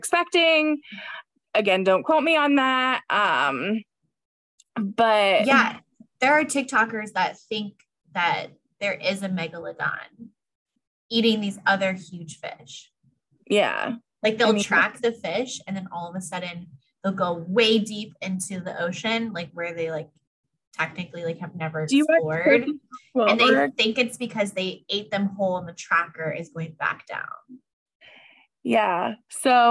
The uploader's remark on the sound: do a Zoom call